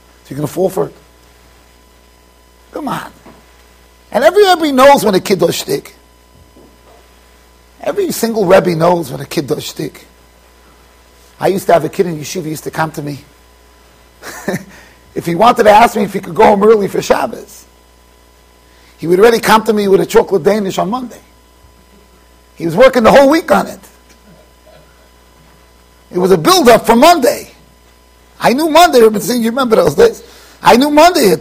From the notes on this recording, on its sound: Shiur recorded in Yeshivas Ohr Reuven, Monsey NY.